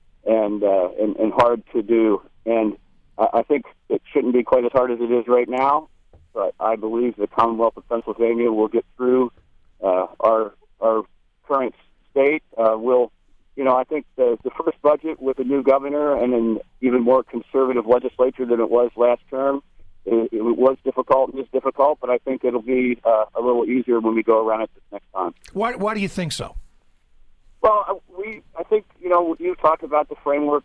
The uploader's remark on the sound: We'll open the phones